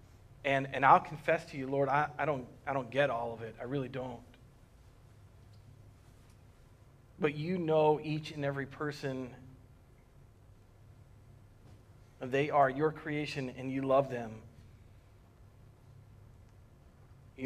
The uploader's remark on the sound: Recorded on March 15th, 2020 at Word of Life Church in Le Sueur, MN.